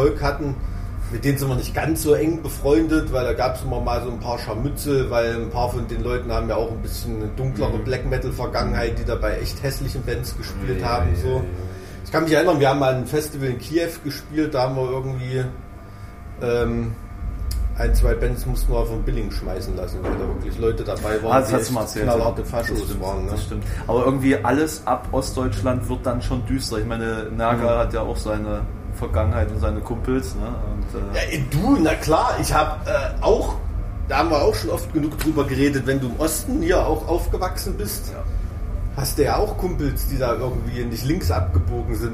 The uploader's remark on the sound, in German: Sie haben sich live auf einer Veranstaltung - dieses Mal dem Full Force Festival, getroffen